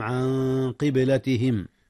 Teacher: أخفي النون قبل القاف، والقاف من حروف الإخفاء